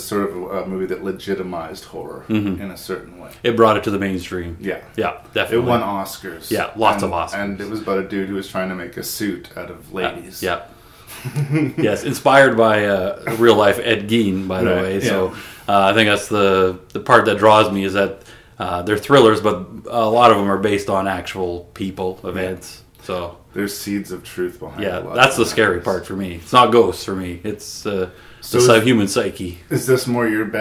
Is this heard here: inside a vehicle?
no